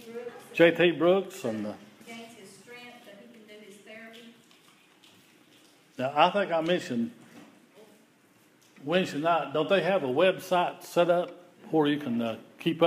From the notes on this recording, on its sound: This is an audio recording of the Sunday Service at Persia Methodist Church in Rogersville, TN.